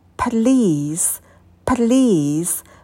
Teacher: На «п» будет придыхание, потом долгий звук «и».